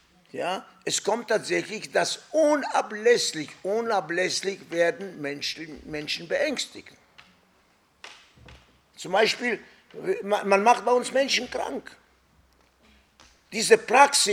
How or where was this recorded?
live audience